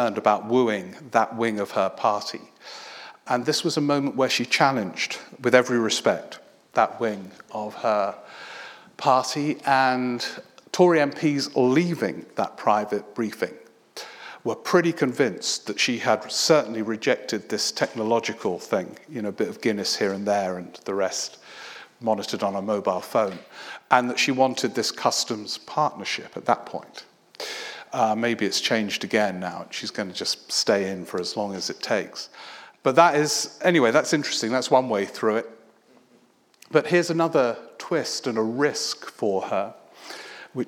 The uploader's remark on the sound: A recording of a recent one man show at Kings Place, London